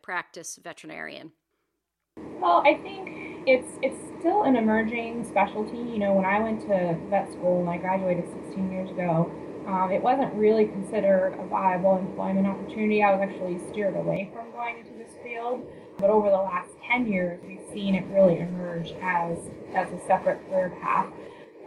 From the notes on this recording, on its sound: Please note that the audio quality of this interview is questionable due to technical difficulties.